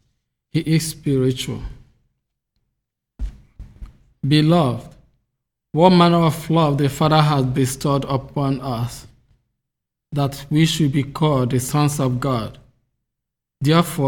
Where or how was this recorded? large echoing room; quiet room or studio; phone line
large echoing room